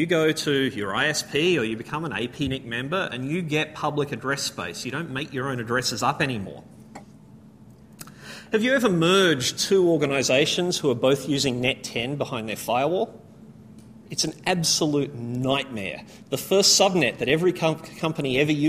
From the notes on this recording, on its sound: A full presentation recorded at the AusCERT conference.